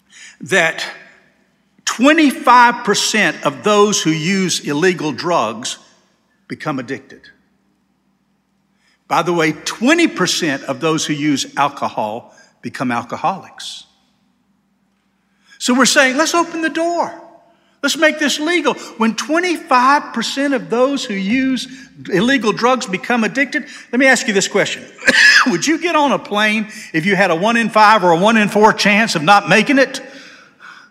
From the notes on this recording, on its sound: This sermon was delivered on July 2, 2023 at First Baptist Church Hendersonville, NC.